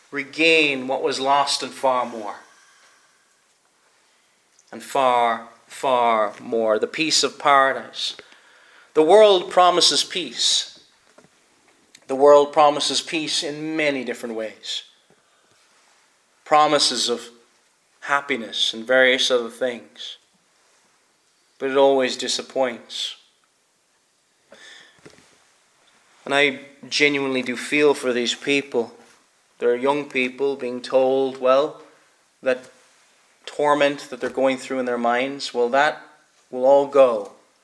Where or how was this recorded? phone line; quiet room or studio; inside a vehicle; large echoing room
large echoing room